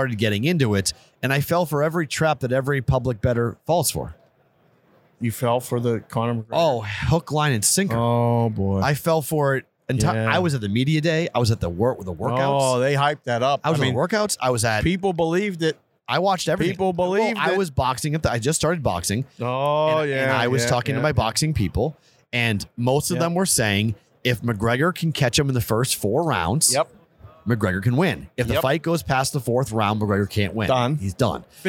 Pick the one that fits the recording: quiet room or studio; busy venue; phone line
busy venue